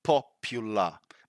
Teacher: in British English, the standard pronunciation would be popular because we don't pronounce the R